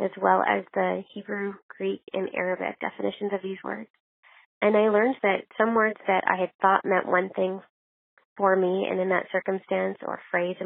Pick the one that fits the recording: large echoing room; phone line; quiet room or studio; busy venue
phone line